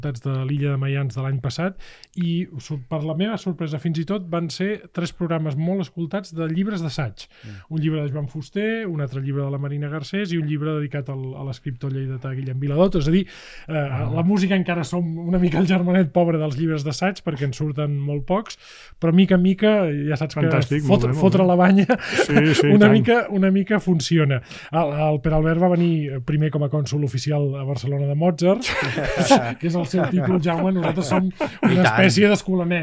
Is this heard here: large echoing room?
no